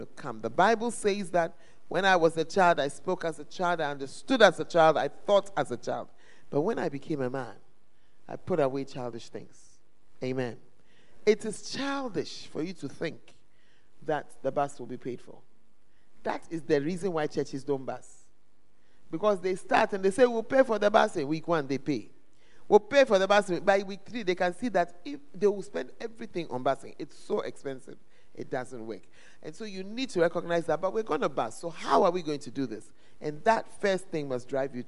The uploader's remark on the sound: Preached At The Great Commission Camp, Ofoase Kokoben